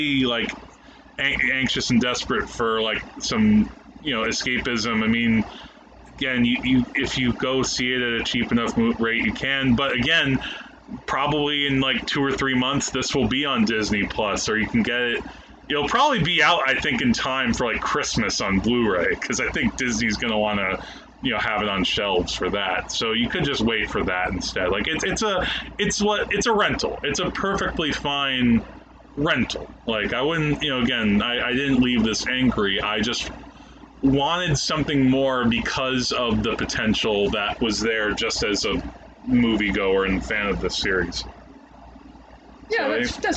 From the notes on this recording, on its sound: there were some issues with the audio recording for this episode, in part due to the air conditioner but also the placement of the mics too close to it, our apologies in advance for dip in quality